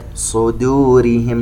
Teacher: ننتبه إلى ترقيق الدال وأن تخرج دال ولا تخرج ضاد